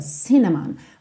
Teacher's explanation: cinnamon, tem a sílaba tônica na primeira sílaba